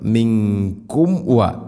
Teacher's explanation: സാക്കിന മീമിന് ശേഷം വ വരുമ്പോൾ രണ്ട് ചുണ്ടുകൾ തമ്മിൽ തട്ടിച്ച് മീമിനെ പൂർണ്ണമാക്കണം.